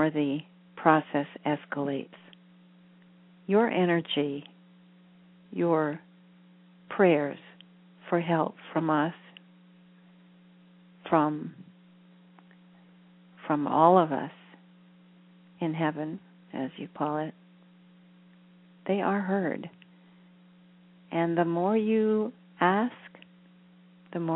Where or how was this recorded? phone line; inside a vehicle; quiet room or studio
phone line